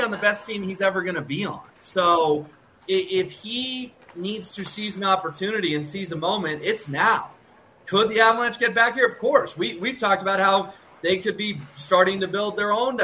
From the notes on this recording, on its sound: Live from Ball Arena ahead of Game 1 between the Avalanche and Lightning.